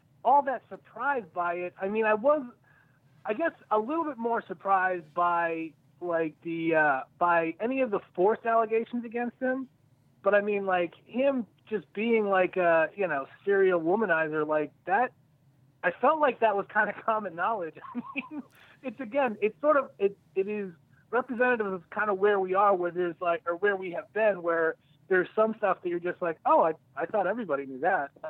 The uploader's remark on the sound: joined on the phone